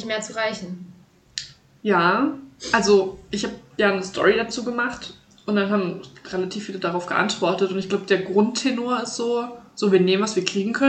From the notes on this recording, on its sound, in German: Disclaimer: Die Audio wollte diese Folge einfach nicht mit uns kooperieren …